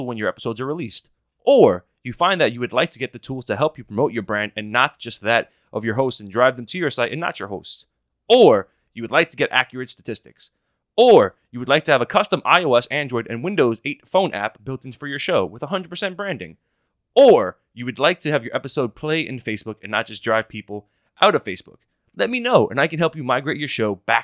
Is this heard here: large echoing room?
no